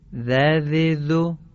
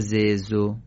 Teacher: زال نوک زبانی نازکه، ز معمولیه